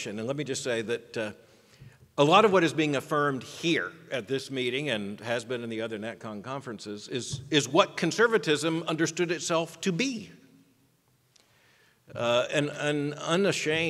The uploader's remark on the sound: keynote address at the Miami National Conservatism Conference on September 13, 2022